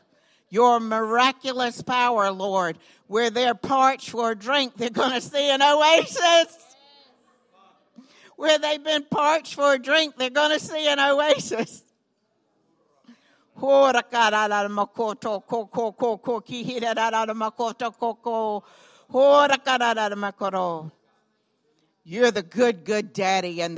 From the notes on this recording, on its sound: recorded on Sunday, July 29, 2018, during services at The Anchor Church in Rockport, Maine.